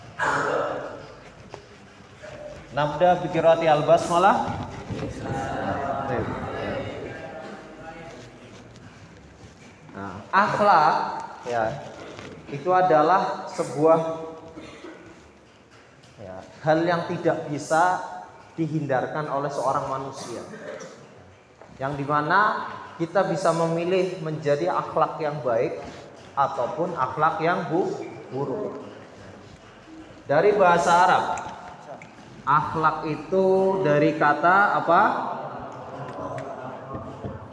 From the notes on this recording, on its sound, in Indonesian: Ini adalah rekaman kajian mingguan setiap hari Senin pagi di Masjid Baitul Azmi Pondok Pesantren Muhammadiyah Ahmad Dahlan Kab. Tegal.